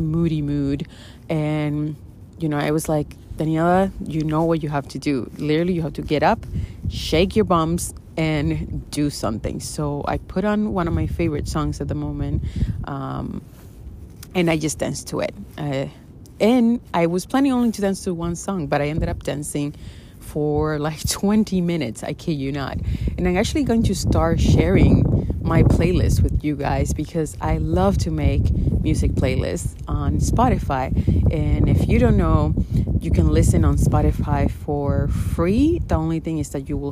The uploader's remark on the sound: In today’s episode you will hear some lovely wind as I’m out by the water while recording.